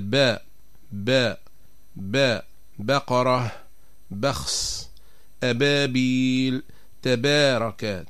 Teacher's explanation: أما بالنسبة لحرف الباء فتخرج من بين الشفتين بانطباقهما انطباقا أقوى بدون اشتراك الخيشوم، من دون أن نشارك الخيشوم يعني الأنف بالنسبة لخروج هذا الحرف.